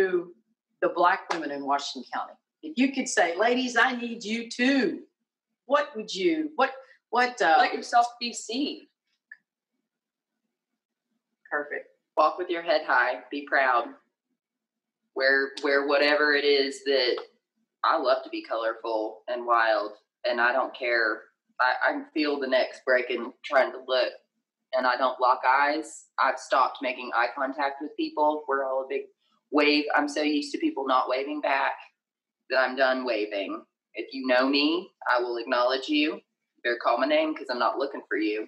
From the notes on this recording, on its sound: This is our second recording from back in 2020 so we apologize for the bad quality and an unexpected cut-off.